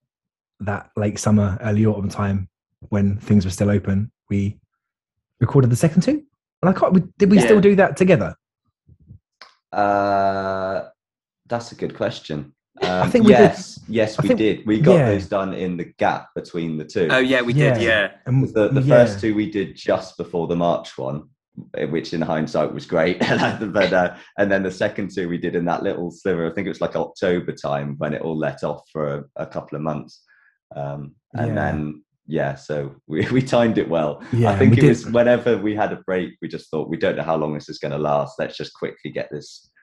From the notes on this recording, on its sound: Recorded via Zoom.